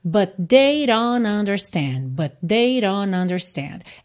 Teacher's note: Aqui nesse don't, nós temos rarara na entrada, ou seja, no D, e o T sumiu completamente. O N é que ligou em understand.